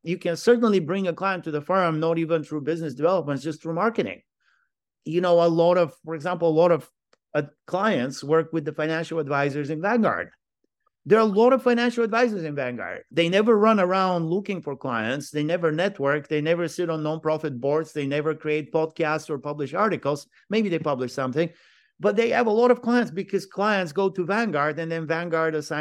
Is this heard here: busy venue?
no